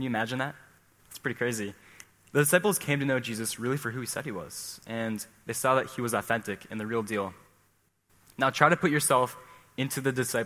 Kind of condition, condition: setting, large echoing room